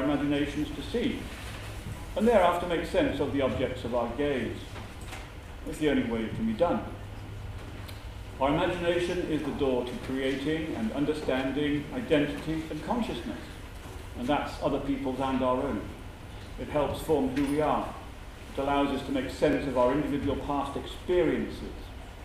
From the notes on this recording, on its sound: Given at the Cambridge Science Festival 2013 main Saturday.